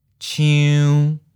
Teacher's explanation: Seventh tone, mid flat